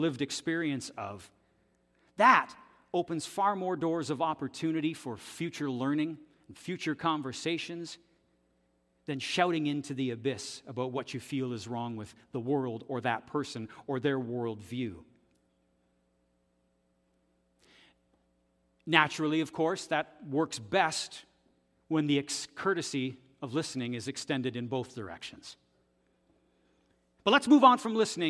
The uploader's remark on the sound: This audio is taken from the October 8, 2023 worship service at FBC Charlottetown.